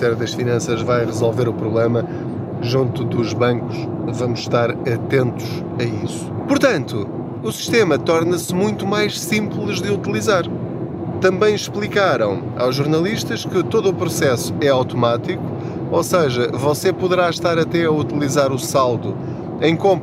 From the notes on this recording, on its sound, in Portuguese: Não ligue aos barulhos da viagem.